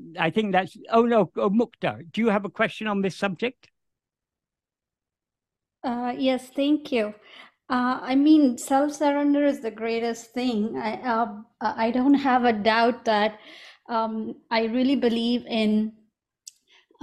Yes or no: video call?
yes